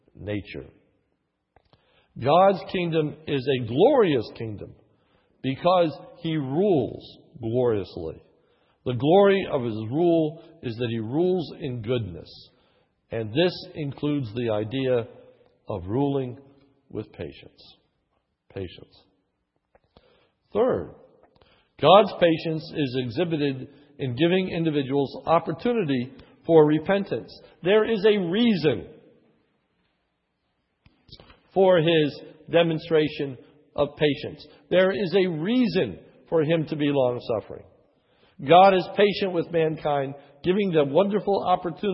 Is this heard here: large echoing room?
yes